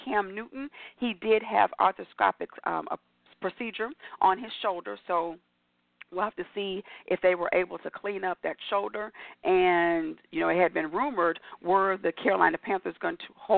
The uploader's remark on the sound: your phone calls, comments, questions